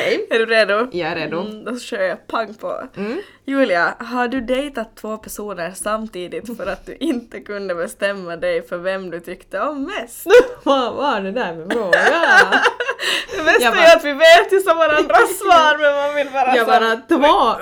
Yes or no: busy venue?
no